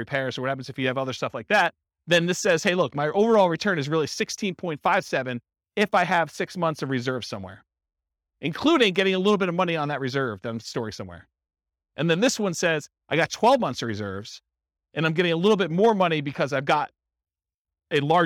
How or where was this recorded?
live audience